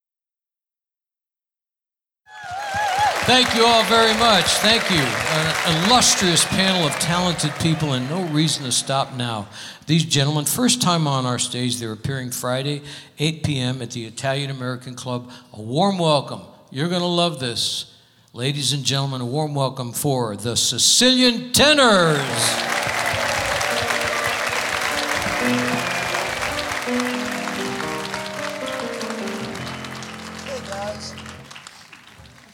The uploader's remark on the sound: Live at the South Point Casino